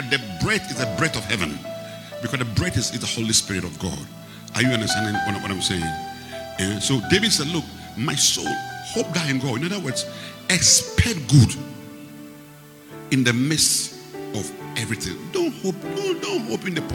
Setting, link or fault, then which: setting, large echoing room